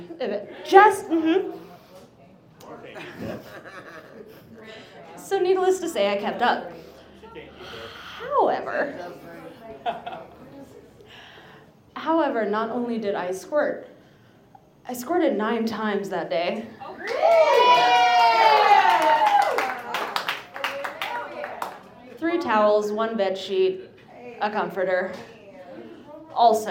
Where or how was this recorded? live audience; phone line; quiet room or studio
live audience